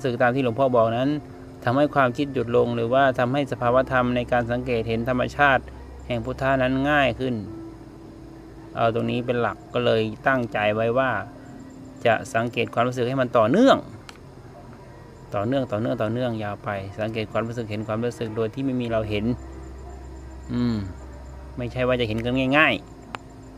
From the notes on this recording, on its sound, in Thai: เป็นเสียงบันทึก การเดินทางธุดงค์ของพระใหม่ ตอนนี้ได้มาภาวนา ที่วัดถ้ำเขาพระ จังหวัดกระบี่.